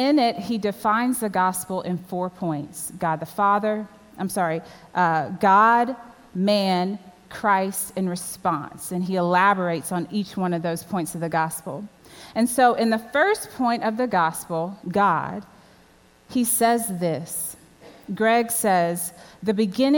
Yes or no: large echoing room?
yes